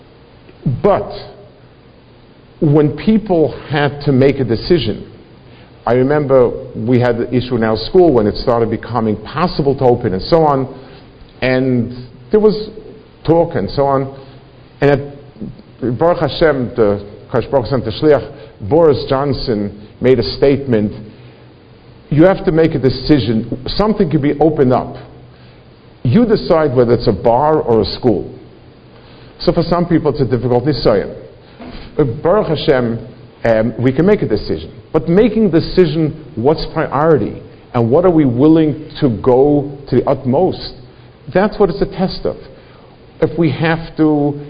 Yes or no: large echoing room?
yes